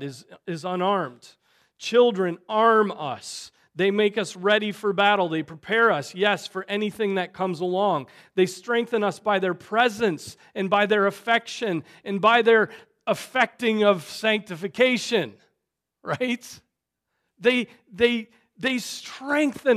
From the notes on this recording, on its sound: Preached on January 28, 2024 at Trinity Presbyterian Church